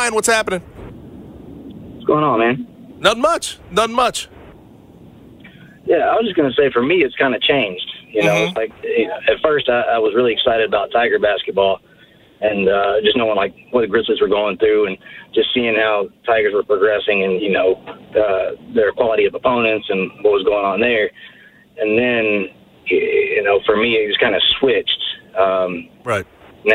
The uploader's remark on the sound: Listener phone calls.